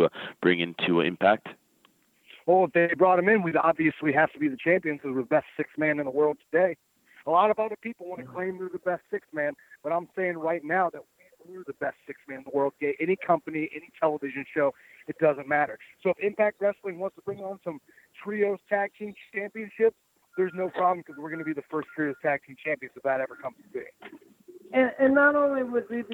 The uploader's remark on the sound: This is the full audio from Impact Wrestling's July 12, 2018 media call.